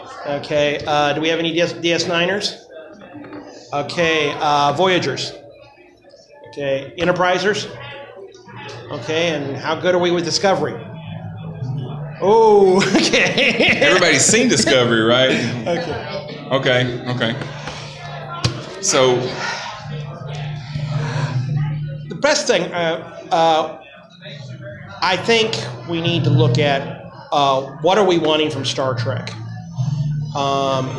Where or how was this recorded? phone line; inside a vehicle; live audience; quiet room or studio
live audience